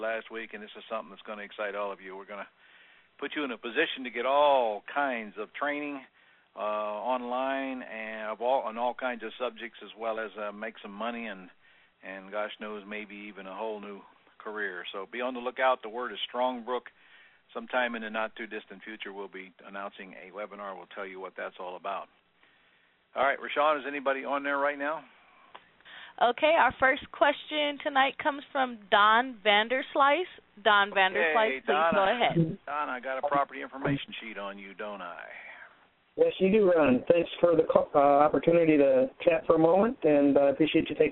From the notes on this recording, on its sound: Q&A Call